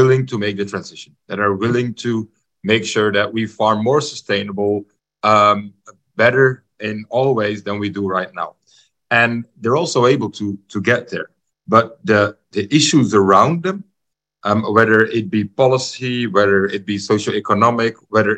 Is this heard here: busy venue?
no